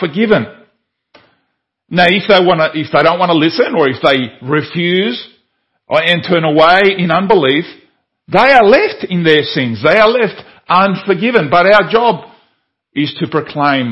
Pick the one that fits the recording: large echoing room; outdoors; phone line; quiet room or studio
large echoing room